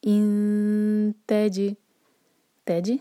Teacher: نون کی آواز کو چھپائیں گے، اخفا کریں گے، دو سیکنڈس کا ٹائم دیں گے اور پھر تا پڑھیں گے. انتج، تج جیم پر قلقلہ، جیم کو باؤنس کریں گے.